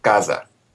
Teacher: the S will become a Z because it occurs in between two vowels